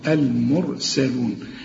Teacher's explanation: المرسلون الراء هنفخمها هي ساكنة، لكن مدام قبلها مفتوح أو مضموم فخمها